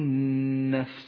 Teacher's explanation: لاحظ اللام التي في أولها لونت بالرمادي لأنها شمسية تكتب ولا تلفظ، وأما حرف النون لون بالأخضر لأنه مشدد يغن بمقدار حركتين، وأما حرف الفاء جاء ساكنا ضعيفا يحتاج إلى همس.